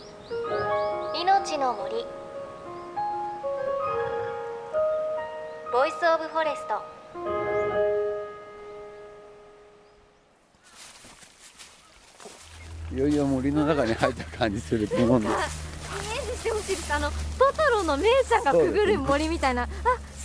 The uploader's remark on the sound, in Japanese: 今回取材した神奈川県平塚製造所の「千年の杜」。その森を歩きながら。